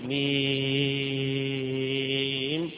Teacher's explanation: الميم وما بعدها بيمد مدا طويلا، والعين يجوز أن تمد مدا طويلا ويجوز أن تمد أربع حركات فقط.